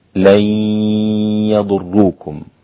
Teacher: أدغمت النون في الياء فأصبحت لي وليس لن يا. ثم الغنة وهي عوض عن النون المدغمة، النون لما أدغمت يعني دخلت في الياء كان هناك أثر لهذا الدخول وهذا الاختفاء أو للإلغاء لهذه النون، ألا وهي صفة من صفات النون وهي الغنة. · Term: الإدغام